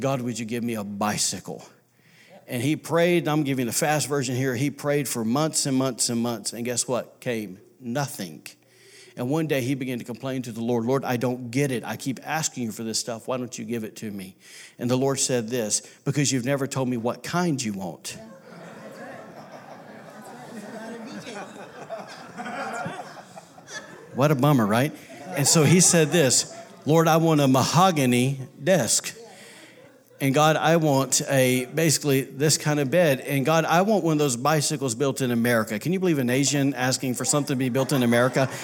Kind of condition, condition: setting, large echoing room